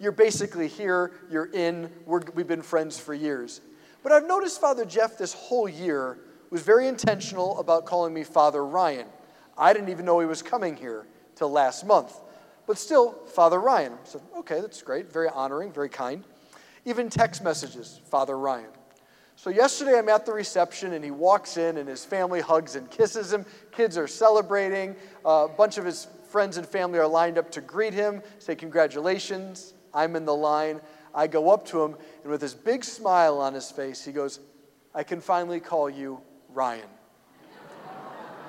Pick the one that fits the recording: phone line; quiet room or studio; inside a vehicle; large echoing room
large echoing room